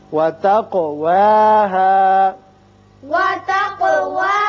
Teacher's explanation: قاف چونکہ مجزوم ہے اس لیے اس کی صفت قلقلہ ادا کریں گے